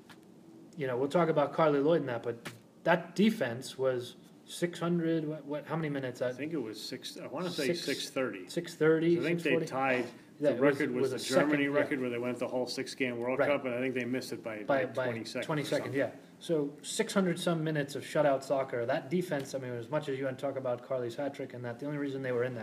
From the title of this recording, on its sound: Live from the SheBelieves Cup